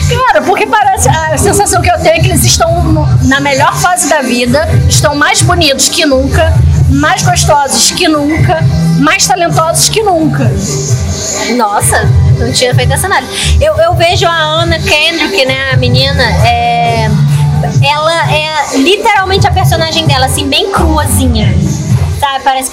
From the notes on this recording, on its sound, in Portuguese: diretamente do Booze Bar, na Lapa